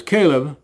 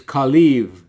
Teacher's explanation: The B has a V sound when it's at the end of a word in some of those languages in the Middle East. · Shown in: second take